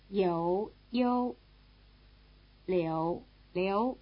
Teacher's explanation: you hear something approaching a simple U sound after the semi-vowel in the first and second tone names